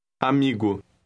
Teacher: Note that the M adds a slight nasal sound to the first part of the word.